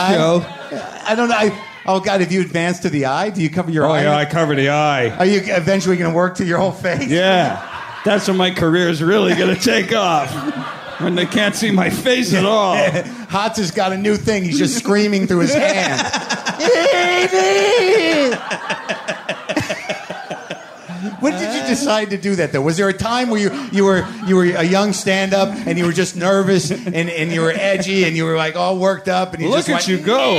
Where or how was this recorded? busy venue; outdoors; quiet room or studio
busy venue